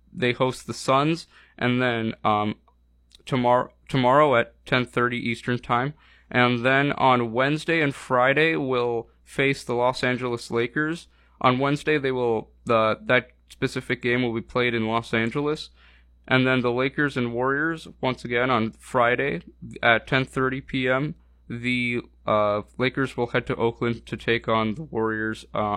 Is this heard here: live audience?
no